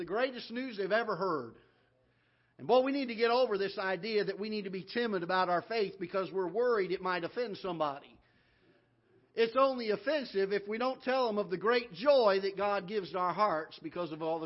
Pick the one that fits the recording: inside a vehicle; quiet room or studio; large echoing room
large echoing room